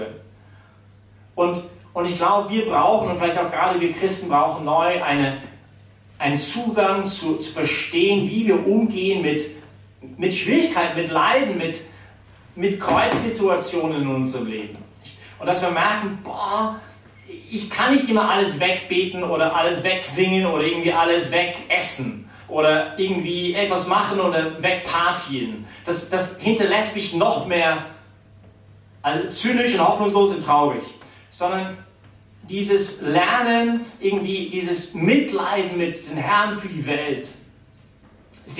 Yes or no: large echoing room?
yes